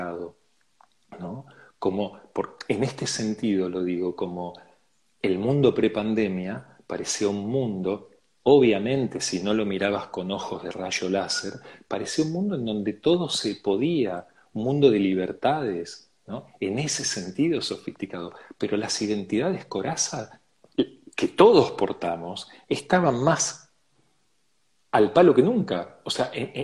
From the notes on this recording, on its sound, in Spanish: Audio de la charla en vivo por Instagram